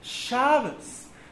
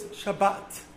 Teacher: Ashkenazic Jews will put the emphasis on the beginning of the word. Sephardic Jews put the emphasis on the end of the word.